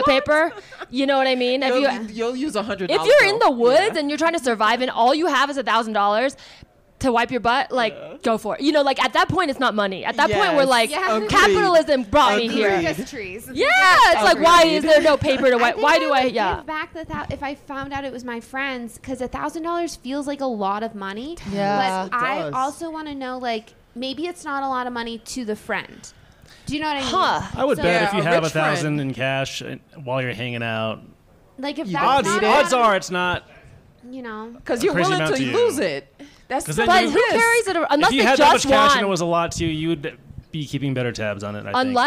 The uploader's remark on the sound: The season 5 finale is live from Vail, CO, at Vail Comedy Festival. In this live pod recording in front of a real audience.